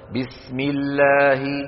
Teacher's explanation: أما إن سبق لفظ الجلالة بكسرة فإنهم يبقون اللام مرققة